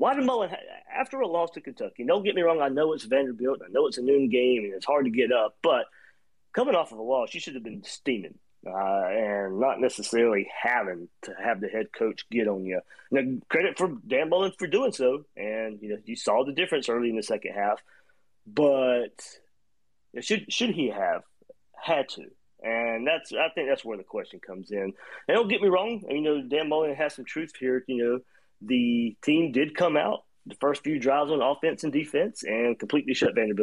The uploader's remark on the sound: Twitter Spaces Chat